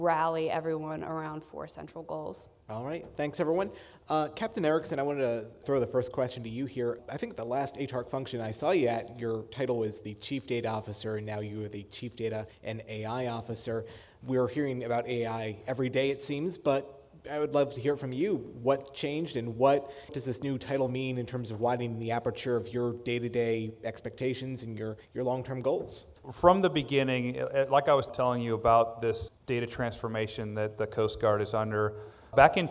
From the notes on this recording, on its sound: On this episode, we present a Federal News Network-moderated panel of agency chief data officers at ATARC’s GITEC Summit in Annapolis, Maryland.